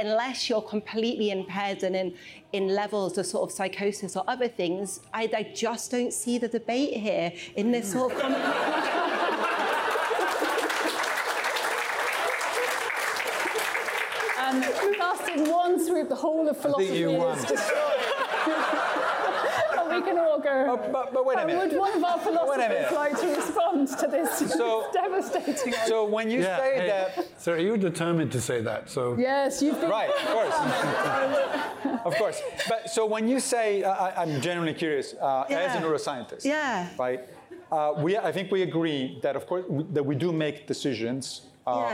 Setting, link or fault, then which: setting, live audience